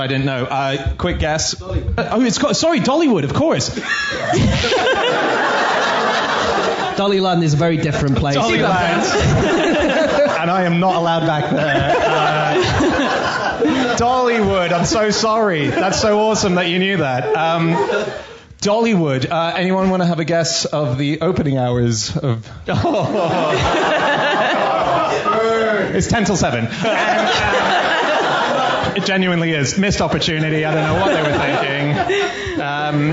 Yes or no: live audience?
yes